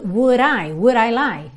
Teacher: no inglês americano se faz muito isso, esse D vira R, que é um contato muito rápido da língua com o céu da boca. Todas essas opções são possíveis, então eu posso fazer would I, bem marcado would I, que seria mais britânico, que é pouco comum em música porque não deixa tão fluido, ok?